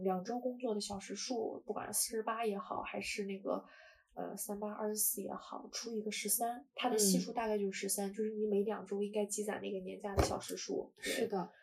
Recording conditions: poor sound quality